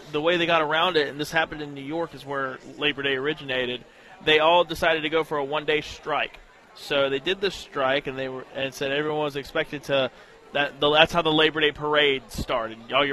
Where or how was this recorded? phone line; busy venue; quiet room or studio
busy venue